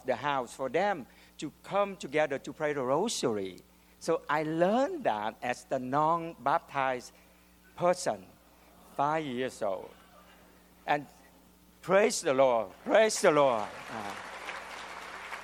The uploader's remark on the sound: the audience laughs at his amusing behavior